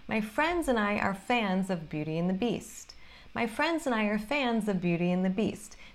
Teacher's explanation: Então, esse of, eu nem falo o V, o som de V. É basicamente a.